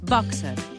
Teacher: Fixeu-vos com hem de pronunciar el terme boxer, amb O oberta i E neutra.